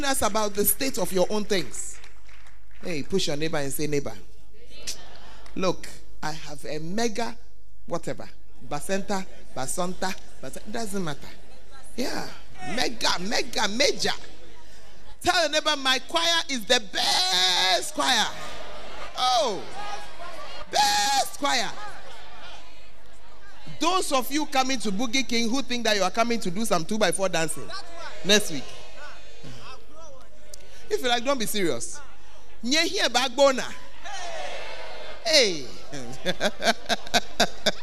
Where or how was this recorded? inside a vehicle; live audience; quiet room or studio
live audience